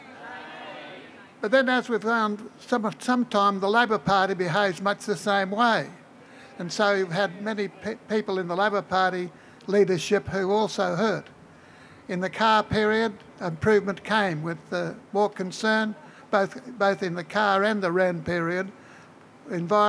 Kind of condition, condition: setting, outdoors